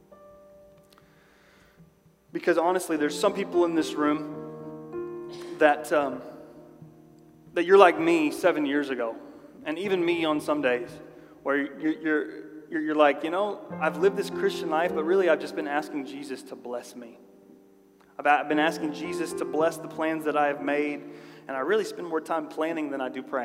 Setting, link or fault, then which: setting, large echoing room